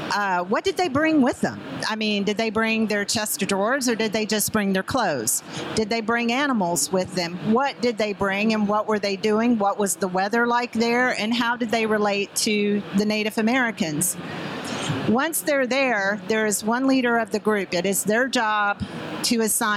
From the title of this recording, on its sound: LIVE from ISTE